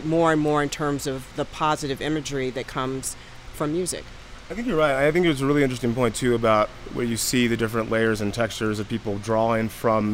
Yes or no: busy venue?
yes